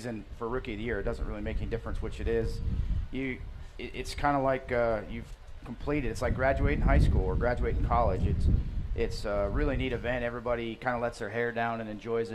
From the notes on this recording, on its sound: Live from The Kings Royal. It's night two of Winged Nation, Live at Eldora Speedway.